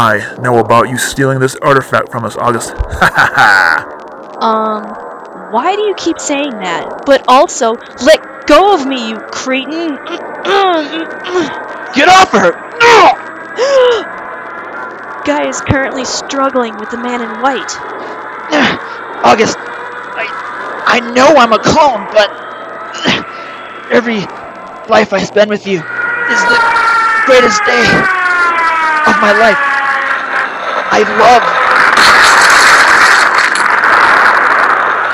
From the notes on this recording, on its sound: report live from the West Beach for the New Year's Eve Extravaganza.